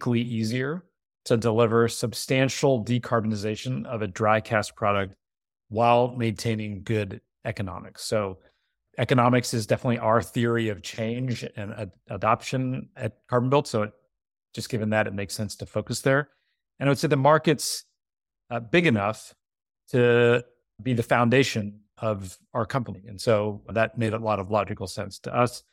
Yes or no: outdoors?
no